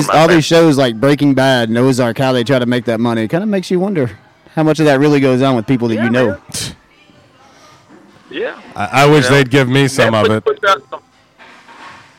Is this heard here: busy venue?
yes